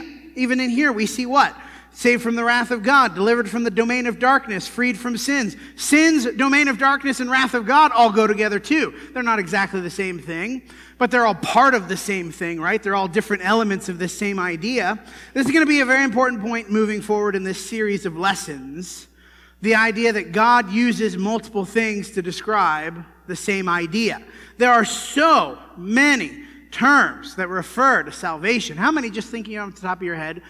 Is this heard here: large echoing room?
yes